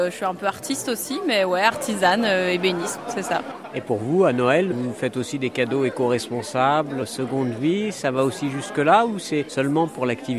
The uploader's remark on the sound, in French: Un marché éco-responsable de Noël. Le Feuilleton de la semaine propose une promenade au gré des stands à la rencontre des exposants et des visiteurs.